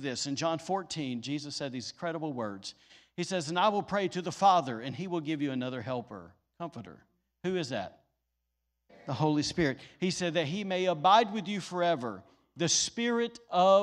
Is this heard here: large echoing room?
yes